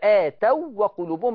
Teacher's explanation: قلت هنا الواو اللينة تضغم في مثلها، يعني أضغمت في واو زيها